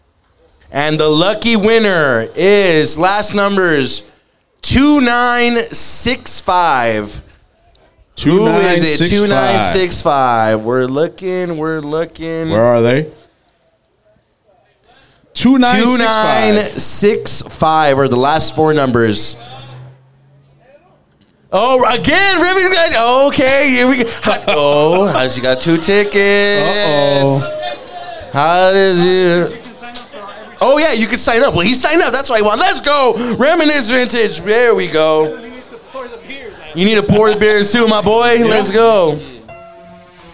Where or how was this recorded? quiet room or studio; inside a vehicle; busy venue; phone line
busy venue